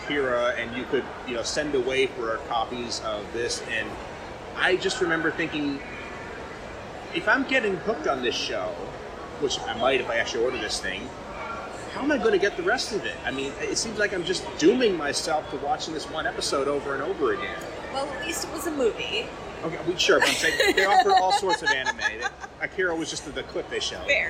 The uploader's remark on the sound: Recorded live at FanExpo Chicago.